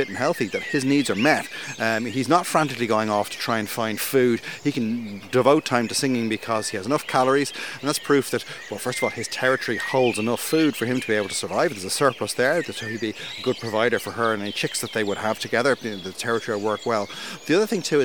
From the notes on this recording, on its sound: Dawn Chorus Live From East Coast Nature Reserve. BirdWatch Ireland's East Coast Nature Reserve (ECNR) in Newcastle, Co. The soundscape in this episode is rich and textured. As the sun rises, Blackbirds and Song Thrushes are first off the mark, with the smaller species joining the chorus as darkness fades. We hear the constant backdrop of the dawn chorus behind them, building as the episode progresses.